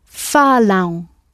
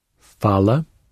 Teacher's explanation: Because there's an M at the end, it sounds nasal. · Shown in: first take